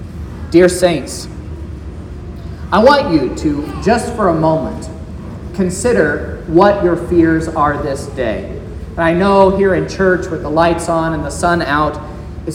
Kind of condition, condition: setting, large echoing room